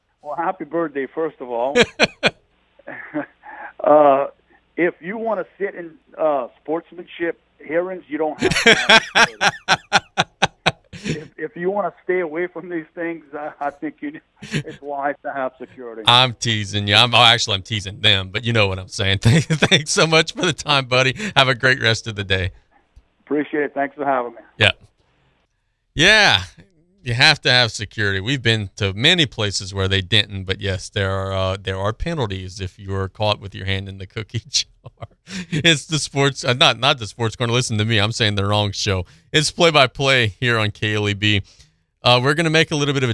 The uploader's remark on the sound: We are joined on the phones